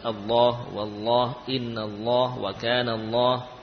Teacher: Ini lafadz Allah yang sebelumnya fathah, maka lam dibaca tebal.